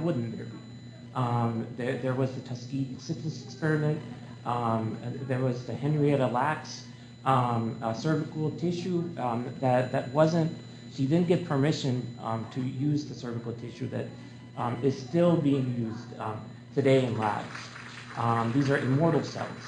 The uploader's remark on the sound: This is the live lecture that I delivered at the American Public Health Association